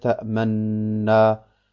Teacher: Ursprünglich heißt es ta'manuna, und das erste Nun wurde devokalisiert. Dann hieß es ta'manna, und dann wurde es in das zweite verschmolzen, und deswegen lesen wir ta'manna. · Term: großen Idgham